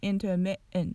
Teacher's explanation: mittent の tt の部分がうんと飛んでしまいますこれは glottal stop と言われる発音方法です